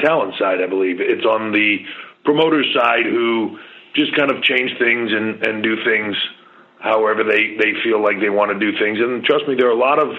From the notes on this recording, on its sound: customary pre NXT Takeover Conference Call